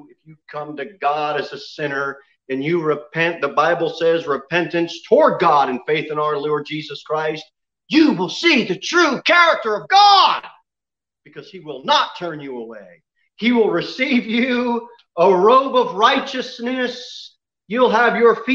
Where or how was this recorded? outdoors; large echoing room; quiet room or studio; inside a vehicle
large echoing room